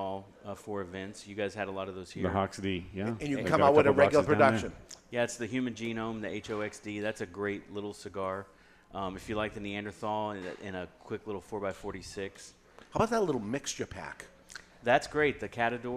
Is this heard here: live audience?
yes